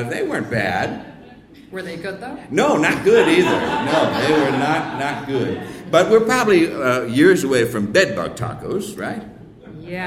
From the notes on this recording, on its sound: special live episode